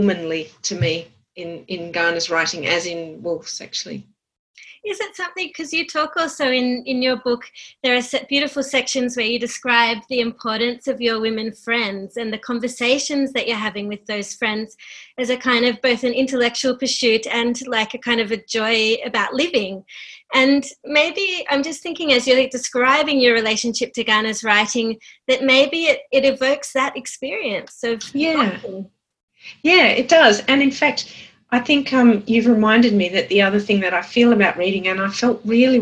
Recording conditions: video call